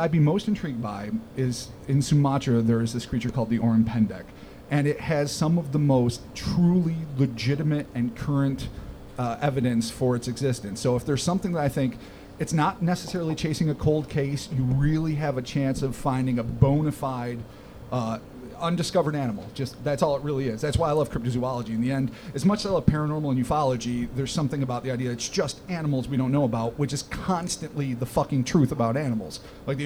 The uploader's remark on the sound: The Cryptonaut Podcast Live. Recorded live at the Thirsty Pug.